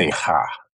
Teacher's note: the Dutch really make that G into a bit of a guttural sound